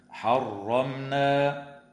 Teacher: وتظهر الميم الساكنة عند النون في كلمة حرمنا